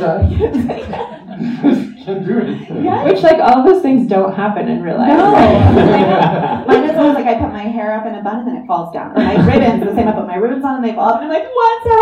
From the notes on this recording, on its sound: LIVE from the Vail Dance Festival. This live recording of the ‘ Conversations On Dance ’ podcast. This episode was recorded live on July 30th, 2023 at the Manor Vail Lodge.